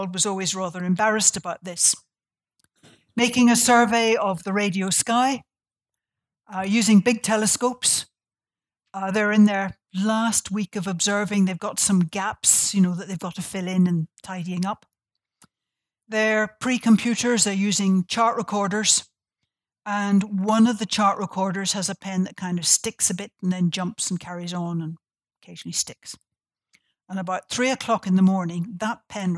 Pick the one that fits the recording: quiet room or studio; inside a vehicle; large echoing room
large echoing room